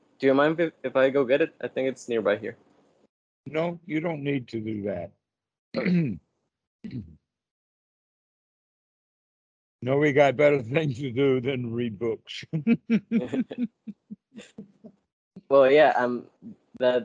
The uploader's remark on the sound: skype calls